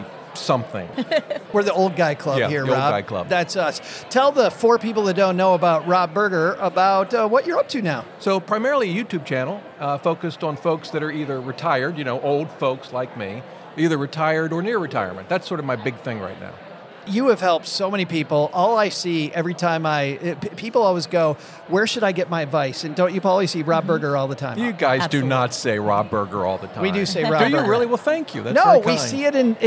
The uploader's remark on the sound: We asked an All-Star panel that you can only put together at a big conference like FinCon. We're recording LIVE from the moomoo podcast booth at FinCon 2023.